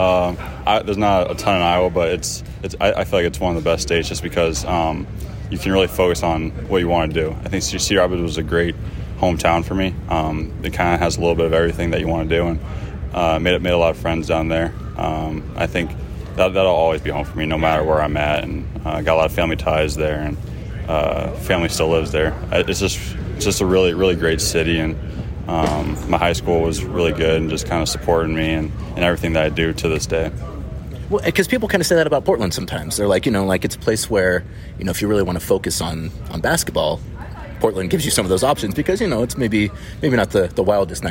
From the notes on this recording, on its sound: recorded at the 2023 NBA Las Vegas Summer League